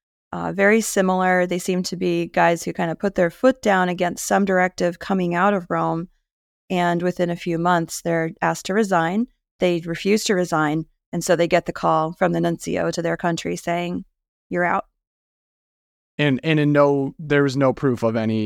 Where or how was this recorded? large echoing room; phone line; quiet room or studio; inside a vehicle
quiet room or studio